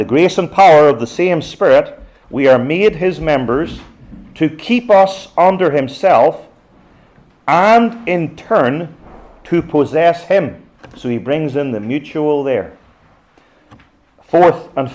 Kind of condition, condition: setting, live audience